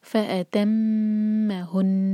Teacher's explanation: کو واضح کرنے کے لیے ہن کہہ کے نہیں رکنا فأتمهن دو سیکنڈز کا ٹائم غنہ کرنا ہوگا